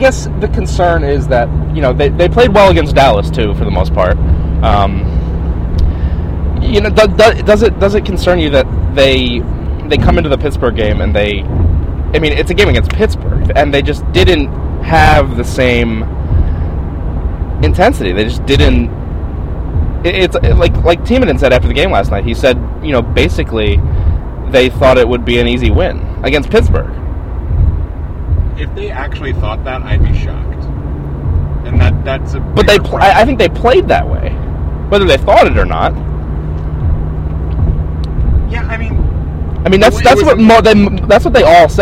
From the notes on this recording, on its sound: Live From Interstate 87. Live from the road on the way to Glens Falls, NY. We recorded this one in the car today.